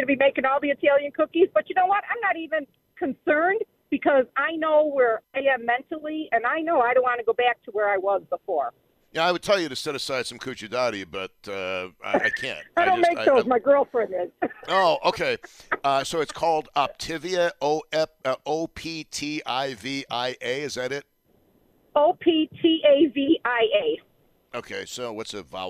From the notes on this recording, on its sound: takes your phone calls